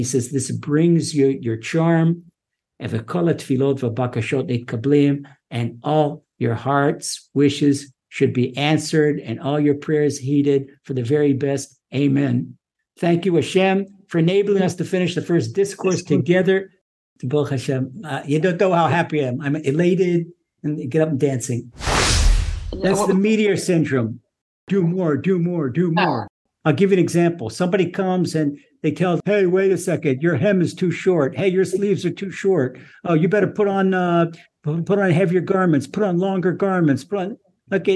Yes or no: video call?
yes